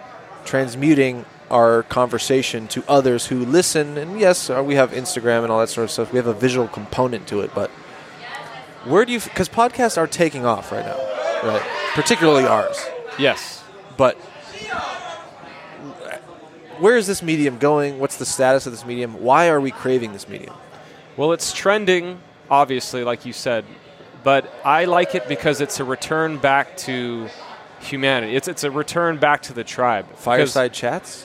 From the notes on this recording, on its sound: Live from Lucky Baldwin’s Pub